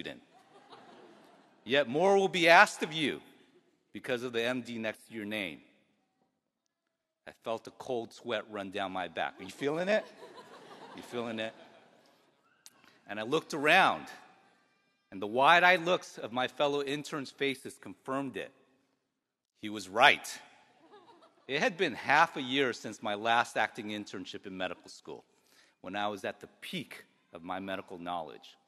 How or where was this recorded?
live audience